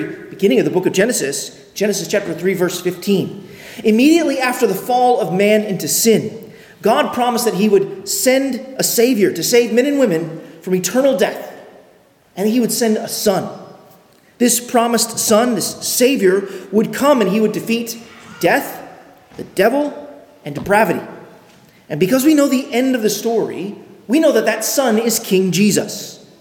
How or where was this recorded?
large echoing room